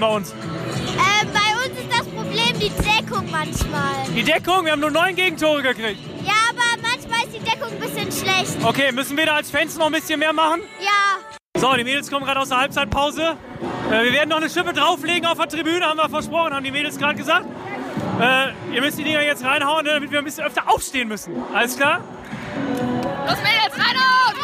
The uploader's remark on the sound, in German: Live in der Sporthalle bei den letzten Saisonheimspielen der Damen- und Herrenteams. Sagenhafte Stimmung, emotionale Abschiede und Party ohne Ende.